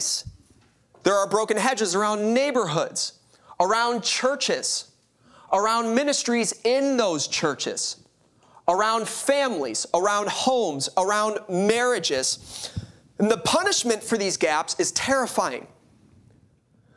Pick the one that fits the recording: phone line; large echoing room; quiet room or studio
large echoing room